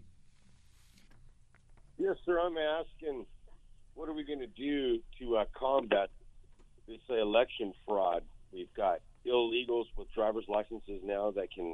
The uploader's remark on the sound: listeners call